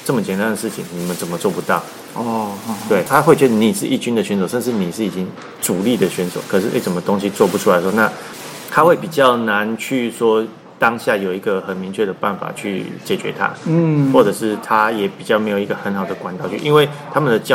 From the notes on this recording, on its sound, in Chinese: 本集錄音於球場，全程使用錄音設備較精簡，音質不佳請見諒。特別南下到獅隊春訓基地。